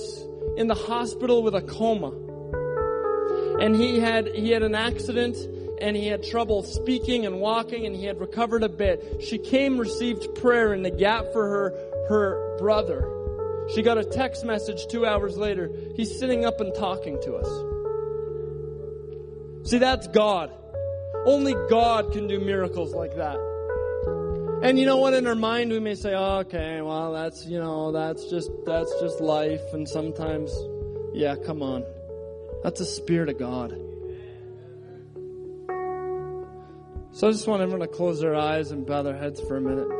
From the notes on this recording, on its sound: shares at Resurgence Extended in Edmonton on June 14, 2013.